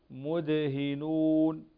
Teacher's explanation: الدال فيها قلقلة، يعني قلقلة وسط الكلمة